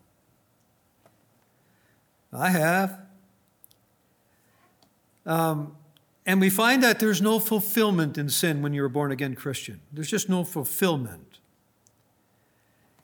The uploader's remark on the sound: Recorded on November 3, 2019, at Grace Bible Fellowship in Front Royal, VA.